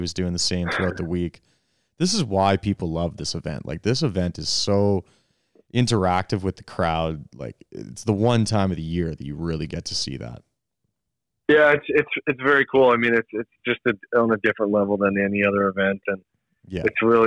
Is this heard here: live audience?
no